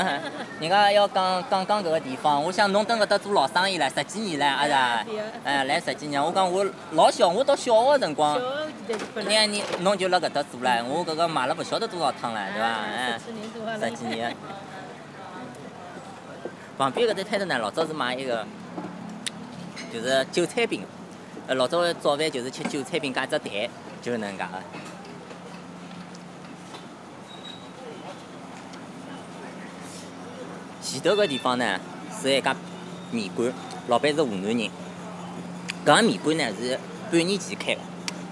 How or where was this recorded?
outdoors